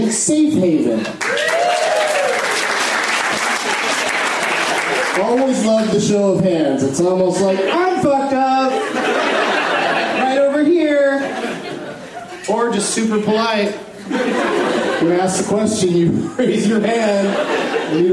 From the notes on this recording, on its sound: This shorty features the audio from the opening of The Benson Movie Interruption. At Cinefamily.